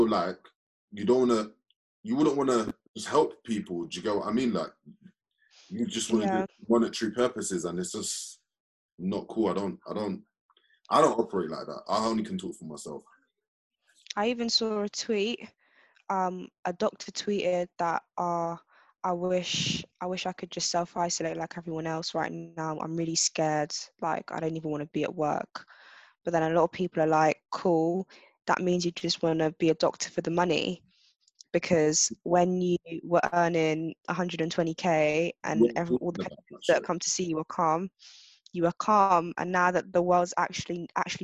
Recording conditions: video call